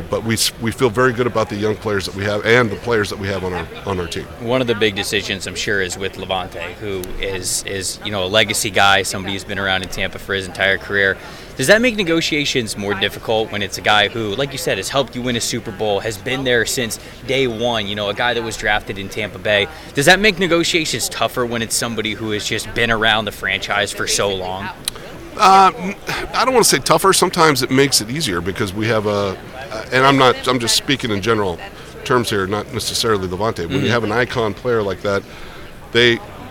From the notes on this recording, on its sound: live from the 2023 NFL Combine